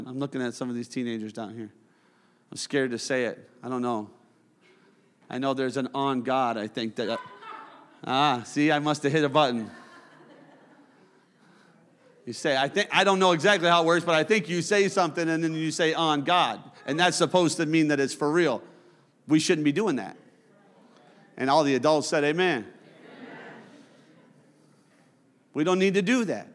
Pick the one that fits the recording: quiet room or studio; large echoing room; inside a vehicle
large echoing room